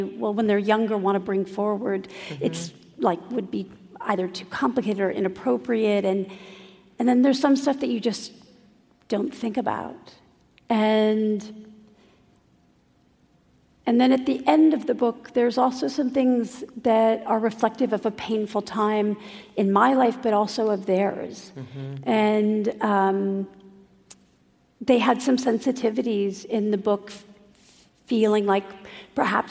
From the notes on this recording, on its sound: Traveled to San Francisco. In front of a sold-out crowd at an event hosted by City Arts & Lectures.